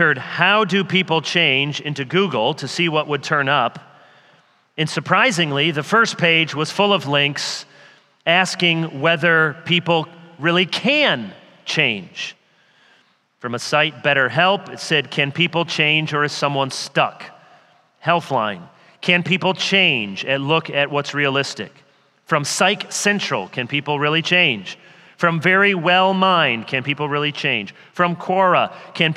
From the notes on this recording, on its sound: The Gathered and Scattered Podcast features keynote and breakout sessions from our annual conference at Redeemer Presbyterian Church in Detroit, MI.